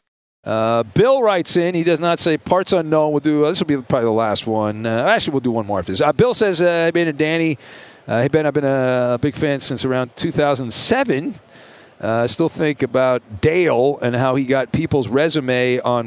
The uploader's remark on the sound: "live on tape" from Radio Row!